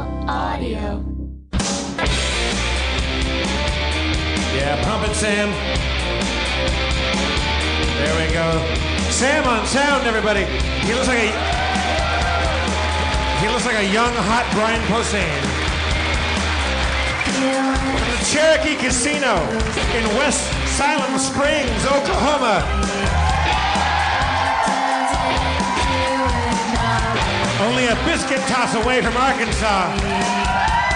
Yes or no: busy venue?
yes